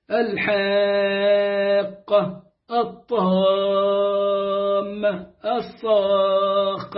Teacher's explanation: فكل واحدة ممدودة مدا لازما كلمي مثقل ست حركات كما في التلاوة